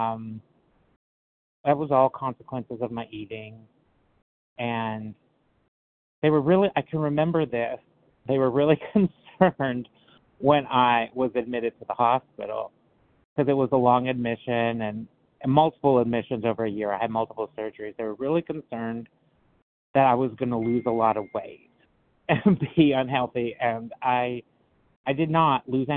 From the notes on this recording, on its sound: qualification from the 100 Pounders Phone Meeting